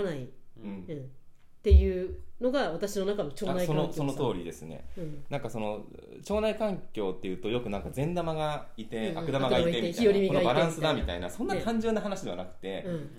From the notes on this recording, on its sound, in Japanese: 今回マイクの設定がまずく、音が小さくなってしまいました。